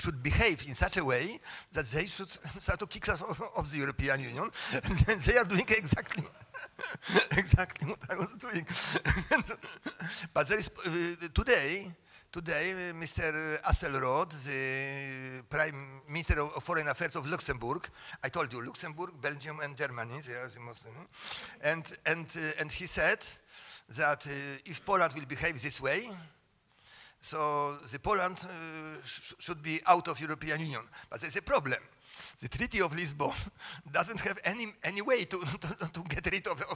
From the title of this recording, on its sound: Discussion, Q&A (PFS 2017)